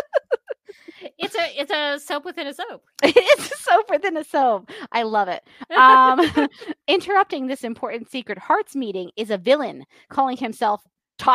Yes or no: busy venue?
no